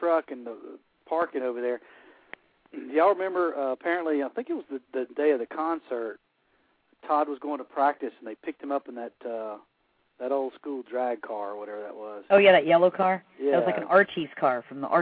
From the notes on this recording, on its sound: fans call